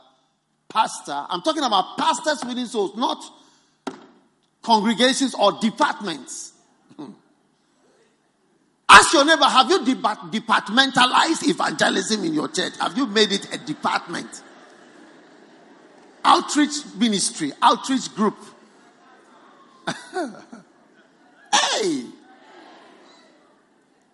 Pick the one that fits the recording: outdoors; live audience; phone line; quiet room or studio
live audience